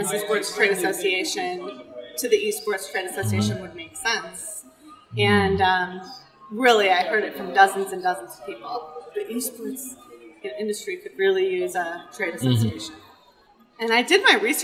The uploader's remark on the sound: Live From EsportsNext